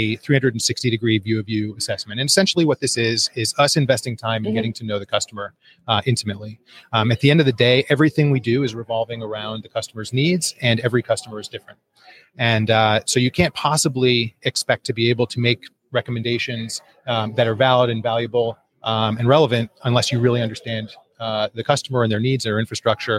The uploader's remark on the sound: JSA TV LIVE at PTC’23